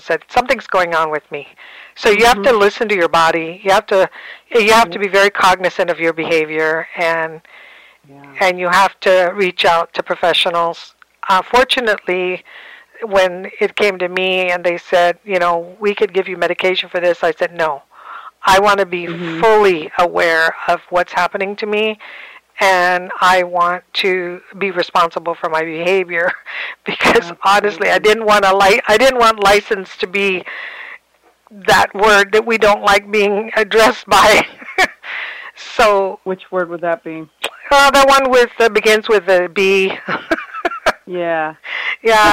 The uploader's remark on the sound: Part I is a partial interview that I conducted as host of my K57 Radio talk show. Part II of this podcast is a catch-up telephone interview.